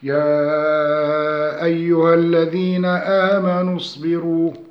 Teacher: فإن ألف يا أيها سقط مدها لمجيء الساكن بعدها · Term: التقاء الساكنين